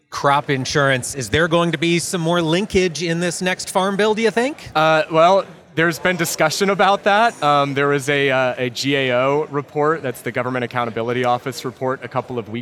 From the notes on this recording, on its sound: Around the Table at Commodity Classic 2023. Live on the floor of the 2023 Commodity Classic in Orlando, FL.